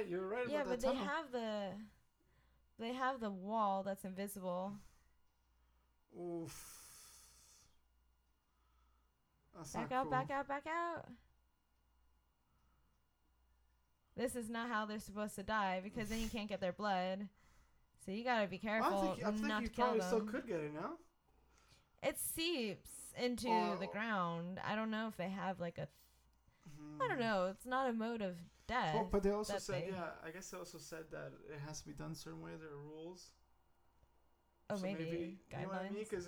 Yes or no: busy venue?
no